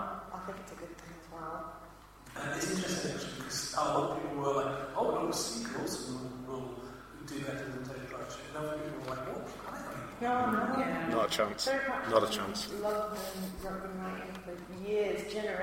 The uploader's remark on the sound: Blackpool Comic Con Special. Sound quality is low at points, due to the live recording.